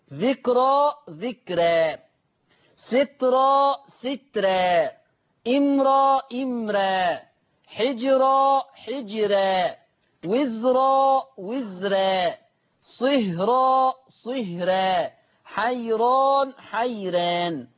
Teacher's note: نقراهم بالتفخيم ونقراهم بالترقيق لورش · Term: التفخيم والترقيق